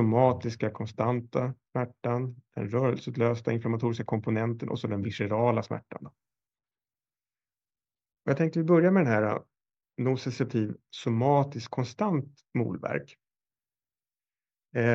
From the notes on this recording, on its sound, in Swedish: Ljudinspelningen från SOFs webbinarium Palliativ medicin – smärtbehandling.